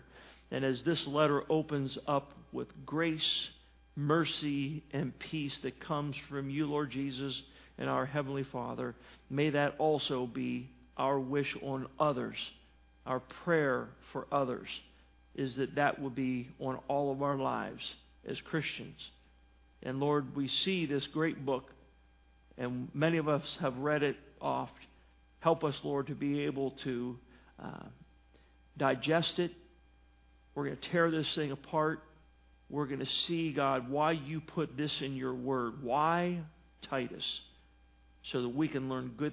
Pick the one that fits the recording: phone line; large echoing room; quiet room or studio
large echoing room